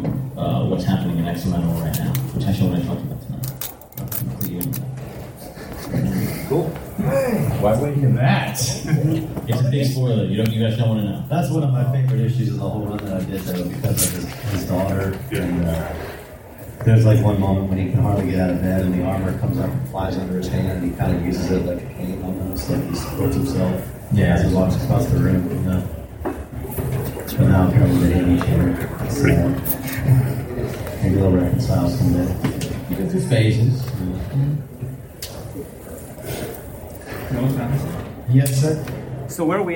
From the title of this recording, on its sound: Panel at SC Comic Con 2017